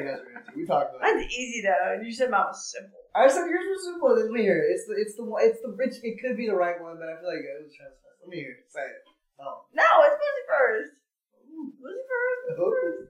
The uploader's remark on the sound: We're sorry the audio is not museum quality, but this week we actually realized that we had been recording all wrong this whole time. Stop speaking so far from the mic.